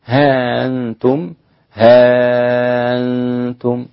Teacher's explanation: تسهيل الهمزة مع قصر المد